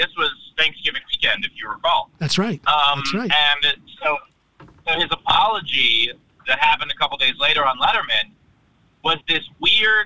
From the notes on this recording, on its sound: driving from Phoenix, Arizona and was on his way to Los Angeles, California when he and I spoke for this episode